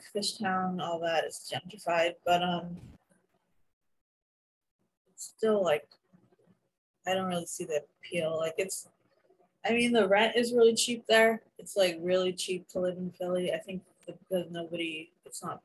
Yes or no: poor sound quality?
yes